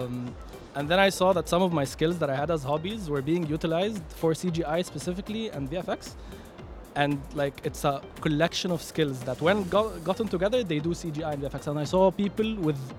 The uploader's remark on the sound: Live from SIBF 2023